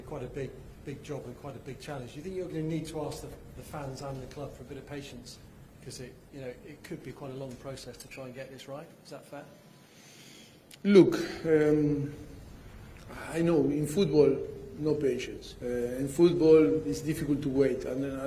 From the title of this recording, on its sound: Press Conference